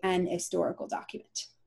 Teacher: somebody who doesn't have that H at the beginning might say an historical document